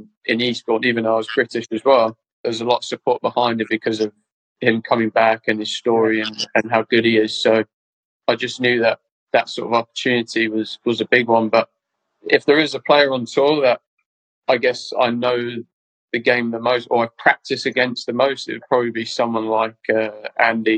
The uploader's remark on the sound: This recording was taken fro our Instagram live feature